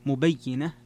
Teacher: نعم، قرأ الجمهور مبينة بكسر الياء مع التشديد